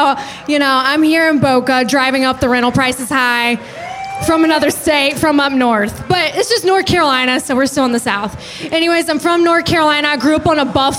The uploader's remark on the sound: Goes live from Biergarten in Boca Raton, Florida. Went live solo at the bar here in Florida.